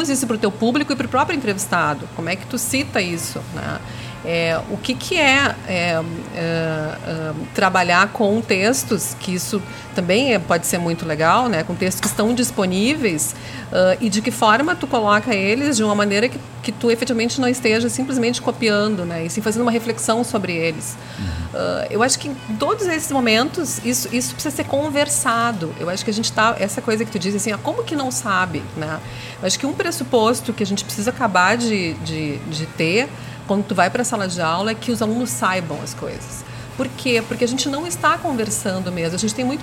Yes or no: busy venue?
yes